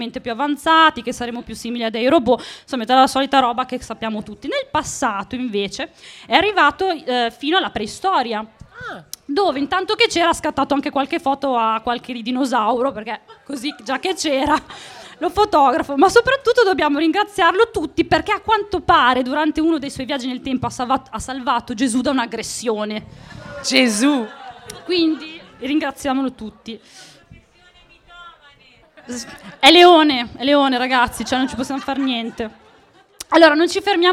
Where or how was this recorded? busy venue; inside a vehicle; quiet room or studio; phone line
busy venue